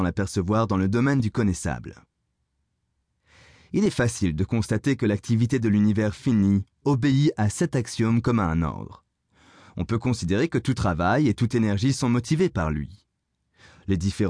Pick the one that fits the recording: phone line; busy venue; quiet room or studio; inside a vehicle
quiet room or studio